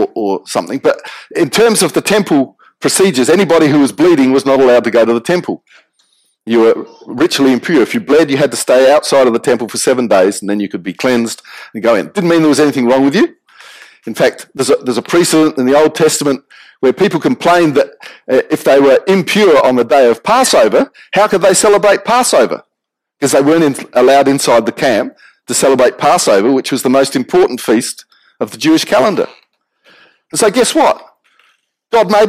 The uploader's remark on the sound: Apologies for the quality of the audio on the recording